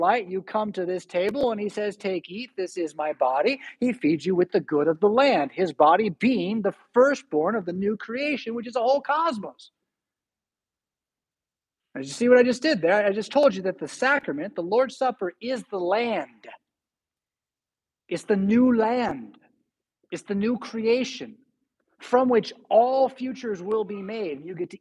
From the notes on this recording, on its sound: Preached at St Paul Lutheran Church , Rockford, Illinois on October 9, 2022.